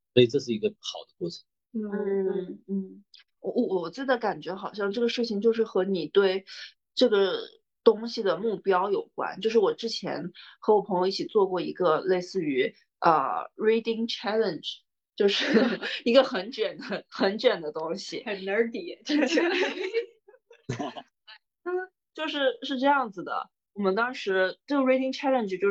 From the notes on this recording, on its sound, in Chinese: 本期节目为线上录制，音质稍有瑕疵望大家谅解。